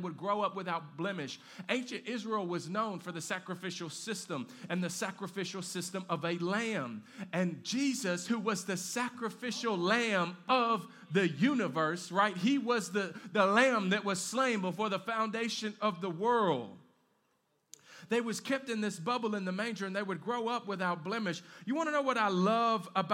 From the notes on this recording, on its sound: live from Canvas Community Shelbyville Churc